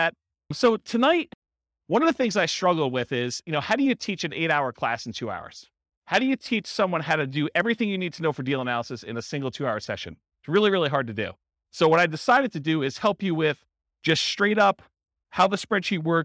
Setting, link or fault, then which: setting, live audience